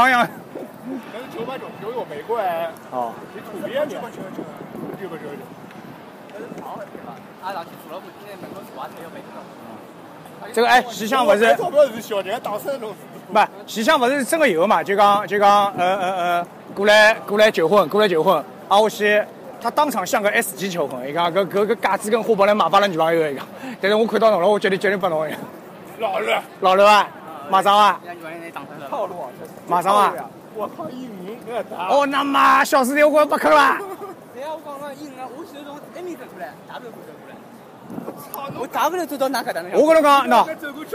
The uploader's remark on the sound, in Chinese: China Joy 现场实况